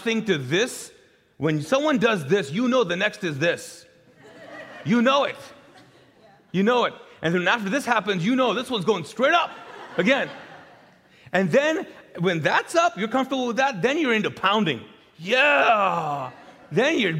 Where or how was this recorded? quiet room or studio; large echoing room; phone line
large echoing room